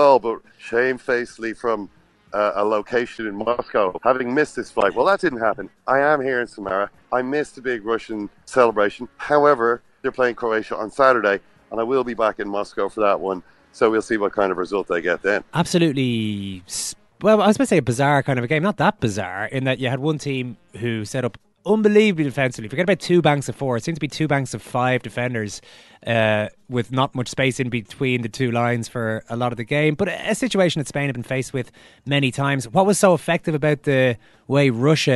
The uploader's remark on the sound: live from the cobblestones outside a boiling hot Samara Airport